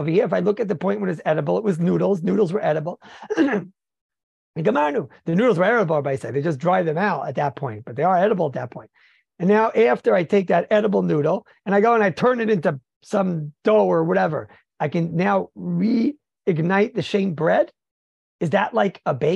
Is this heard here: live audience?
no